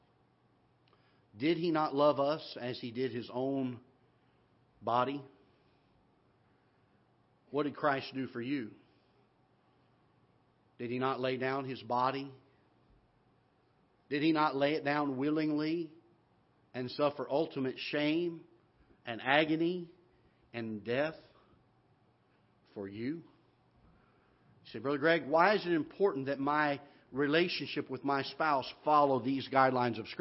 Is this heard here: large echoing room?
yes